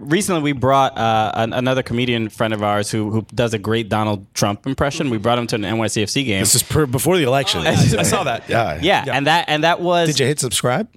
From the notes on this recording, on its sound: live at Upper 90 Brooklyn